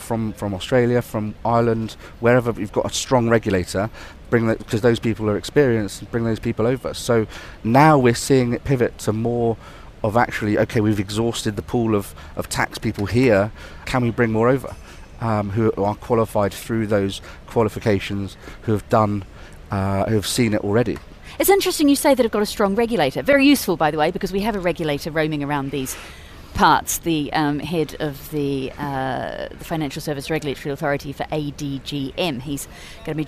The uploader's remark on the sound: We’re on the road again this week - day 2 broadcasting LIVE from the Abu Dhabi Finance Week.